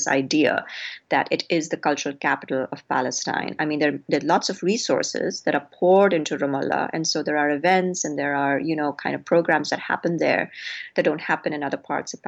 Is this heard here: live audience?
no